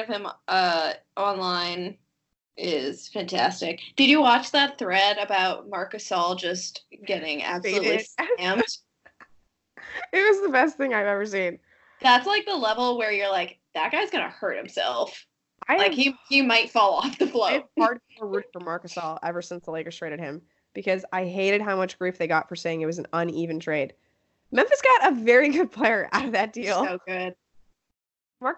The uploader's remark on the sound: Left her microphone in Los Angeles when she traveled up the coast to make fun of sad Warriors fans this weekend, so the quality is horrifically subpar. Has a coughing fit midway through.